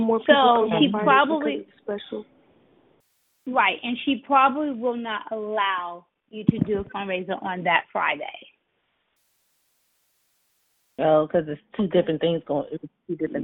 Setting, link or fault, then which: link, phone line